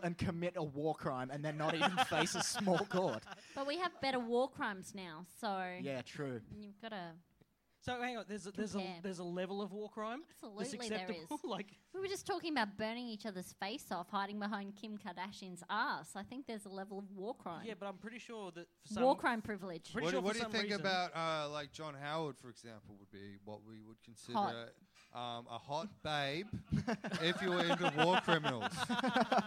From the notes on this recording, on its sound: Things get very political and dark in front of the enormous audience that were around at SBC in Brisbane at 10:00pm on a Wednesday night.